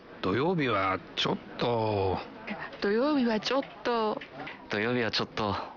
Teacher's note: Чотто означает дословно «немного». Но растягивая окончание и ослабляя ударение, так что получается «чё-то», вы даете понять, что сожалеете о том, что вам приходится сказать.